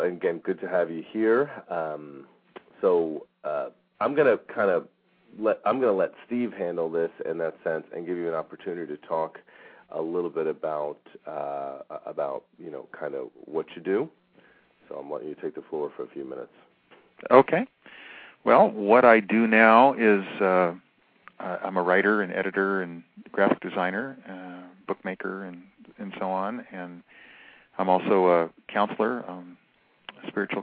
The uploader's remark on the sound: Callers with questions or comments are encouraged to call in live, or in the chat room halfway through the show.